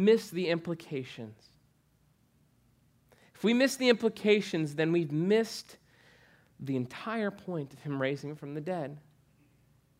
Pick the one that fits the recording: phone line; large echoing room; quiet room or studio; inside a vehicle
large echoing room